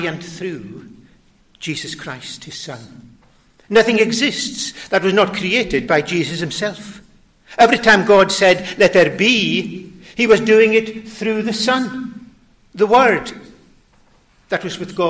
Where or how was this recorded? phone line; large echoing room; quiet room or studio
large echoing room